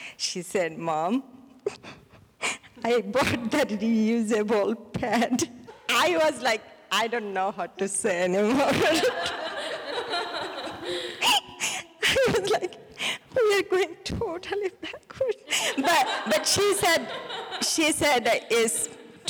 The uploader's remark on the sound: answers questions from the congregation